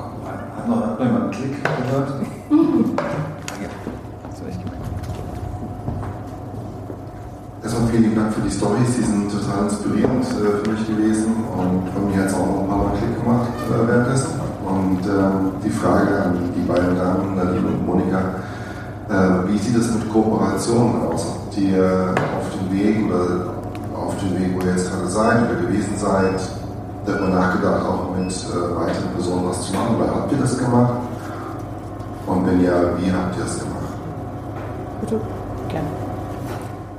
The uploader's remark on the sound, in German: Da es sich um einen Live Mitschnitt handelt, kann es vorkommen, dass der Ton an der ein oder anderen Stelle ein wenig schlechter als gewohnt ist